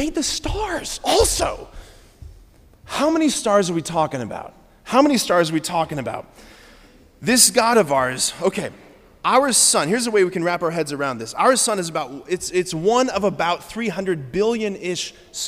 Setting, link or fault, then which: setting, large echoing room